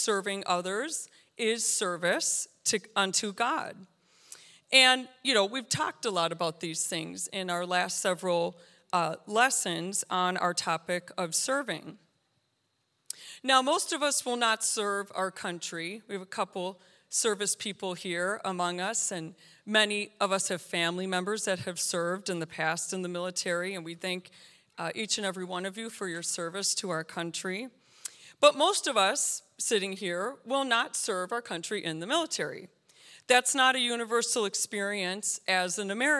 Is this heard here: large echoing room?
yes